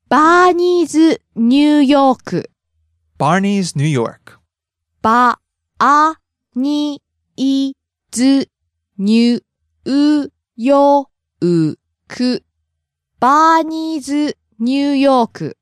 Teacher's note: So Barney's is low to high. Mm-hmm. New York is low, high, low.